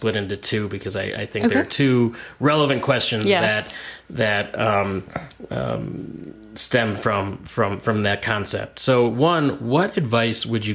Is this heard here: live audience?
no